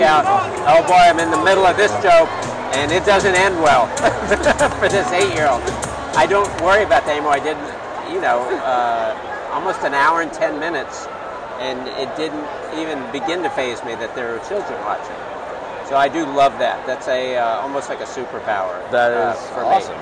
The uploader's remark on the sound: It’s been a real boon to the New York baseball teams to have us recording at their games.